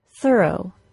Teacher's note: The schwa plus R sound goes directly from the consonant sound into the R sound. Notice how I go directly from the unvoiced TH to the R sound in the word thorough. Thorough. The first syllable of that word has no distinguishable vowel sound.